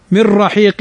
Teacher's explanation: نون ساكنة بعدها الراء، والراء من حروف الإدغام بغير غنة